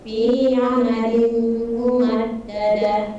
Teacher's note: Fi-nya jangan terlalu panjang, dua harokat saja